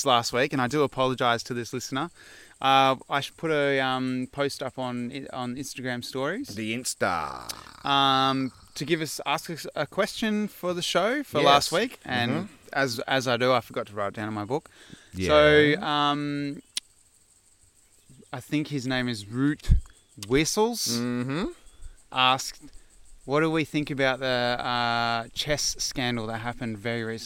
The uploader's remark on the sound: This week we ventured up a dry creek bed and set up to record smack bang in the middle of it. The sun peered through the trees on a 35-degree day as the bees, birds, and butterflies drank from the last puddles left in the creek bed.